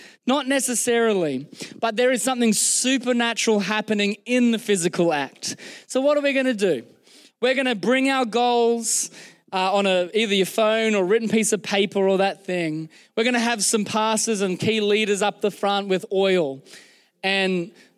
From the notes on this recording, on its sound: Recorded during our Melbourne East service on Sunday, the 28th of January 2024